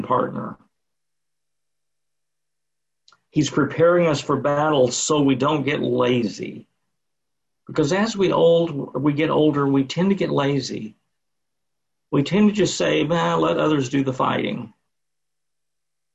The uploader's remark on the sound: Sunday morning service via Zoom.